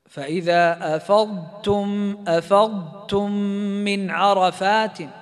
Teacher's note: طول زمن الصوت عند النطق بحرف الضاد · Term: الاستطالة